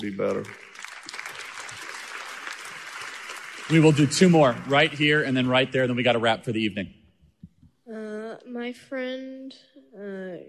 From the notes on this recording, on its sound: Q&A session with the Freedom Night audience at Dream City Church